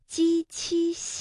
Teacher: 舌面的前部和硬腭的前部接触或者是接近构成阻碍。那舌面音呀，最常见的问题就是尖音了。如果没有把舌面隆起来，那么鸡七西就会发成 z cc，所以我们的正确答案是舌面音。所以大家留意一下哈，我们读相关的这个声母的时候啊，大家要把舌面隆起来，而不是舌尖用力。好了，那接下来我们和大家一起分享成语故事《画龙点睛》。我们依旧有问题要和大家来进行分享啊。粤语当中的“点睛”和“白骨精”的“精”的发音是不一样的。那么普通话当中呢？画龙点睛，皆惊叹；狂风大作，龙飞天。咱们今天要讲的成语是画龙点睛。话说南北朝时期，有一位著名的画家，叫张僧繇。这个画家了不得呀，他所画的画特别传神。惟妙惟肖，栩